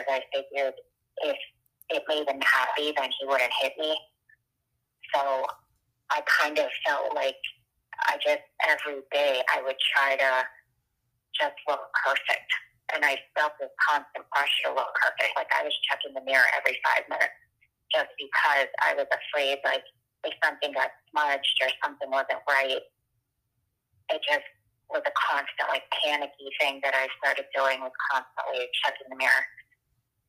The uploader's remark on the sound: Part 1 of our prison phone interview.